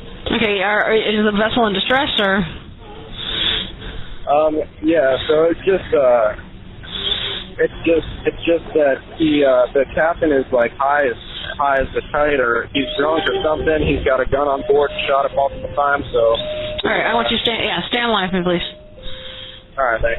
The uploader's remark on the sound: Audio: 911 call from Sarasota residents held against their will on a fishing boat.